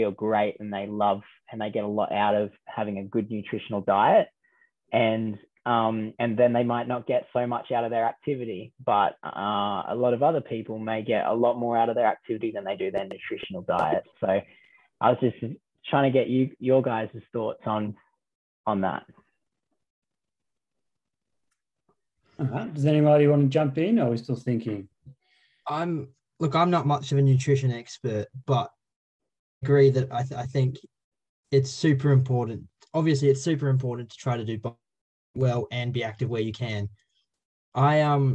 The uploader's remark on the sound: Brought to you via Zoom, as the team call in from home. Due to current lockdown restrictions.